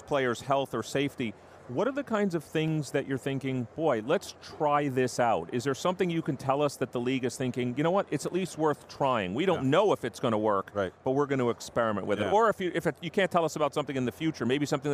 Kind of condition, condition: setting, busy venue